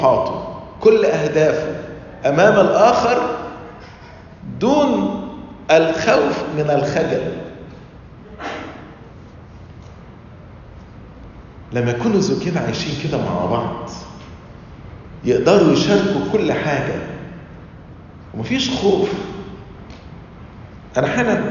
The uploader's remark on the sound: Lecture - Nashville Family Convention - Nashville, TN